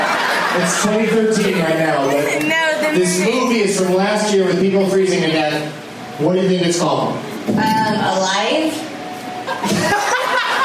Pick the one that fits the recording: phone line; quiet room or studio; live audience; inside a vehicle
live audience